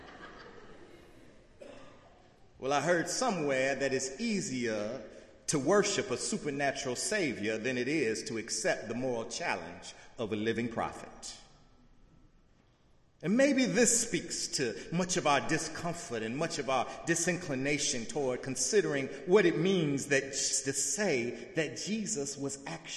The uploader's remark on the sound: in the Memorial Church.